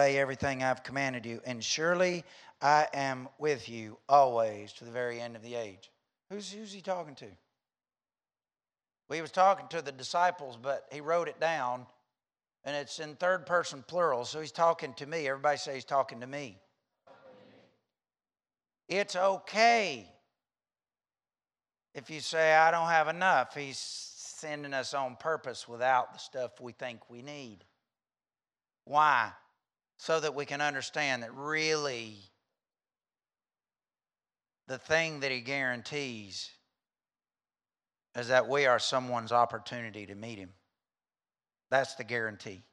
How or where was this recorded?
large echoing room